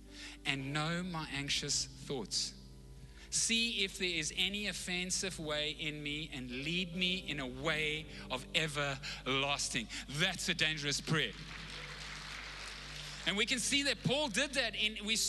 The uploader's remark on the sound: Recorded live on Sunday the 3rd October 2021